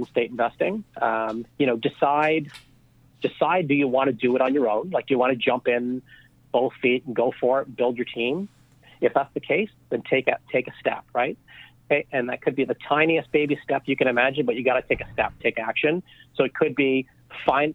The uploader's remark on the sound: On this podcast we’re on the phone